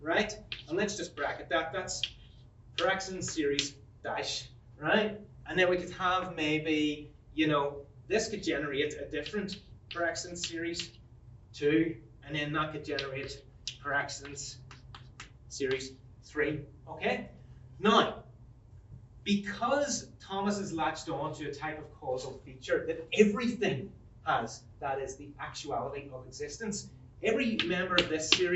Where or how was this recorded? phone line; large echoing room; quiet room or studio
large echoing room